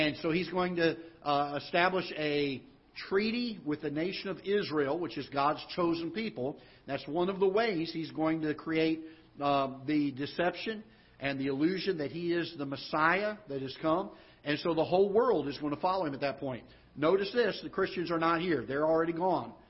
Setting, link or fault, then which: setting, large echoing room